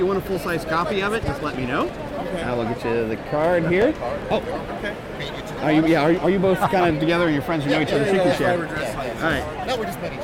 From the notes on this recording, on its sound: Broadcasting live and recorded from Planet Comicon 2017! We’ll take you to a few booths.